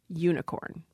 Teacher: although it's spelled with an initial U, starts with a consonant, the sound ya